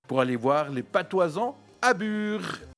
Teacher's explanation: cette espèce de R roulé dans un jaune d'œuf